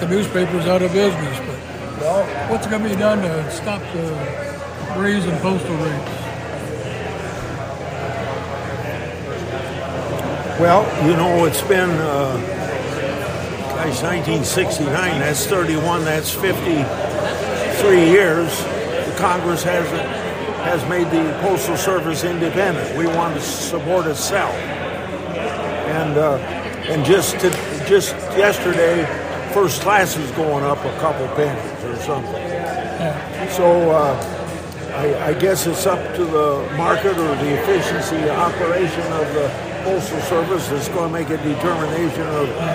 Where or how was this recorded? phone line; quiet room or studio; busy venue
busy venue